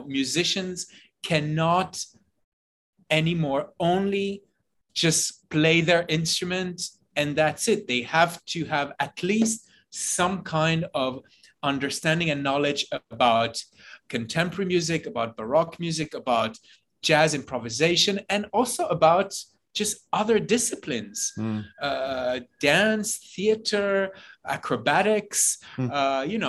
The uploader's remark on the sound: Via Zoom.